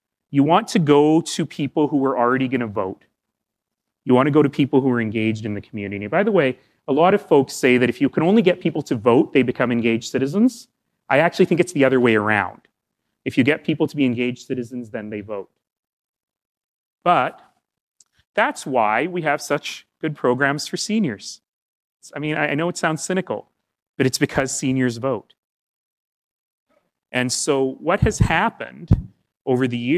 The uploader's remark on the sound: as part of a public lecture hosted by the Samara Centre